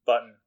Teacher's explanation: And so that's something that phonologists or phoneticians, whatever, people who study sounds, call a syllabic N because it's an N that is being a syllable all by itself with no vowel